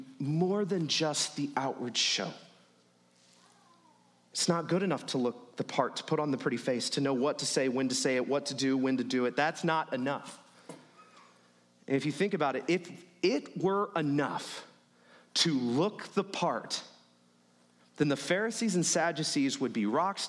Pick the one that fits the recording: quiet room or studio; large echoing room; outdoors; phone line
large echoing room